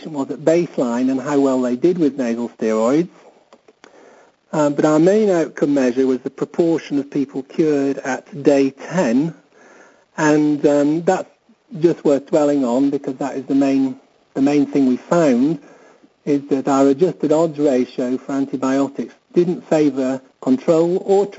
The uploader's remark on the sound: Author in the Room® Teleconference